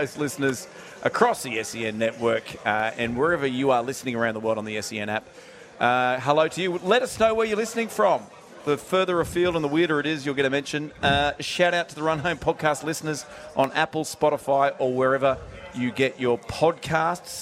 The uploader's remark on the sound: live from The Sporting Globe